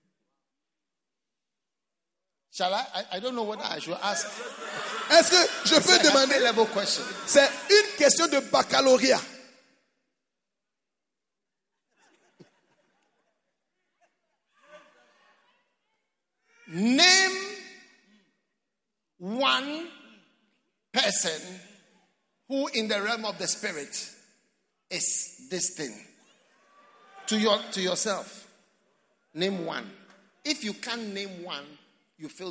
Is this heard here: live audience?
yes